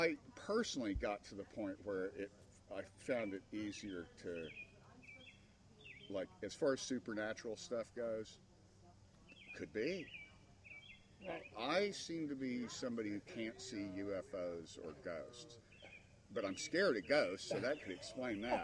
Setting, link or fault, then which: setting, outdoors